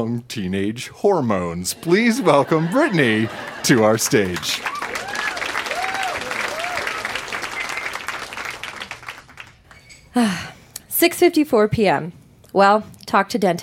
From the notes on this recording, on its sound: Recorded live at Yuk Yuk's in Calgary.